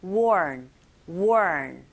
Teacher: one보다는 wo 하면서 R 발음이 있기 때문에 worn, worn 이렇게 해주시고 by the players 하시면 되겠죠.